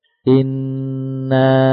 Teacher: gunnah sempurna ukurannya 2 harokat